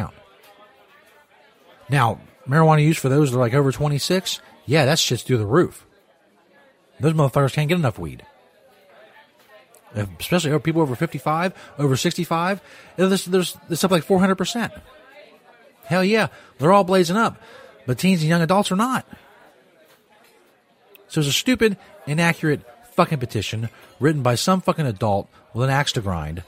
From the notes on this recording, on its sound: LIVE from the Cock&Balls Pub in East Stoner Heaven